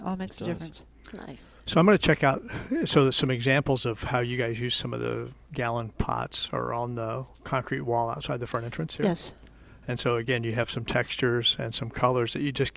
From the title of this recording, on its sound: Live at Prairie Gardens 11-20-21